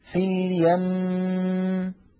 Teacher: هل تذهب الغنة عند الوقف؟ أبدا، تبقى في الوقف كما كانت في الوصل، فنقف عليها هكذا في اليم، أعيد في اليم، تماما كما نطقناها في حالة الوصل.